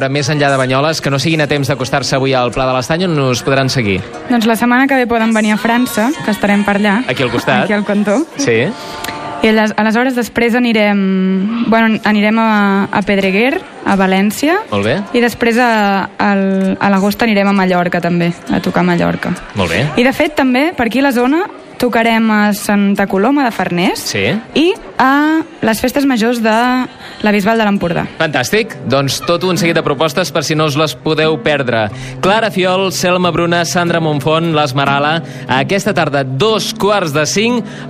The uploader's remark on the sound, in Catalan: Hi serem i sentirem en directe, des de la Plaça Major de la ciutat.